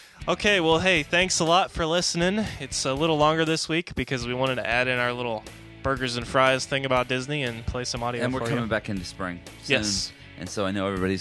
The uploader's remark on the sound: We also speak to Disney World guests. Finally we finish up with audio from the Country Bear Jamboree attraction in the Magic Kingdom.